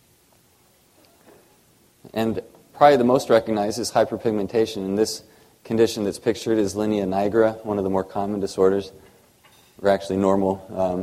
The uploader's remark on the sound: Audio podcast from the 1st Annual SDPA Summer Dermatology Conference in Chicago, IL